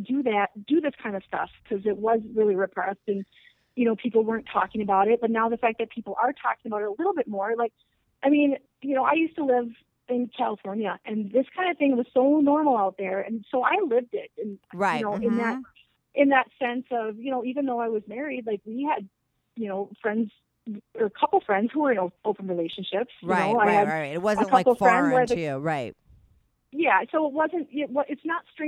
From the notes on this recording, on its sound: her first ever call in to the show